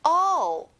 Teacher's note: 올이 아니라 크게 밑으로 벌려서 all이에요.